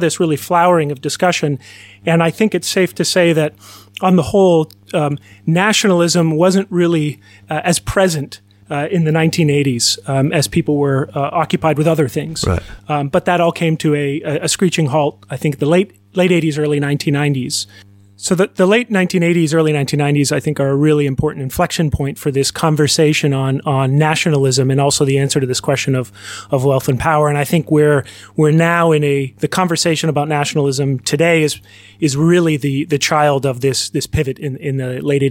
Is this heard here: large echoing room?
no